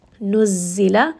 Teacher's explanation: Zay here is going to have a shadda, and it is going to have a bit of a buzzing sound. It is going to have safir, meaning that as you say this letter, you are going to emphasize that buzzing, especially because it does have a shadda on top as well.